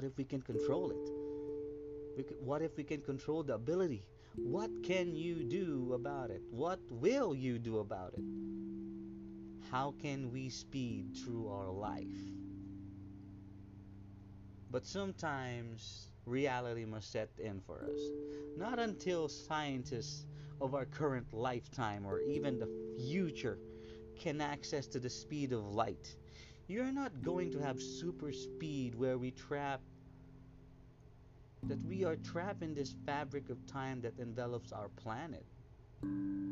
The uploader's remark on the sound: Kindly up the volume on this one since the audio recording is low, im used my mobile on this one.